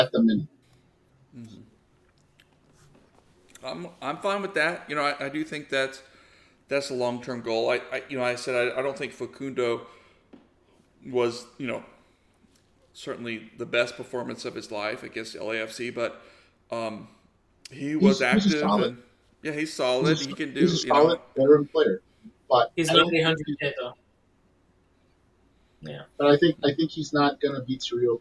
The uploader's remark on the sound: We apologize for the technical issues we have been having. This is the spliced audio of our last show.